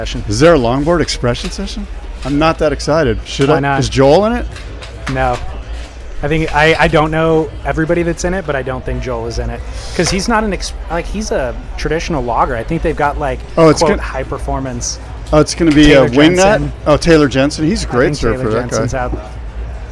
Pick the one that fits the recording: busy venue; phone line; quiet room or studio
busy venue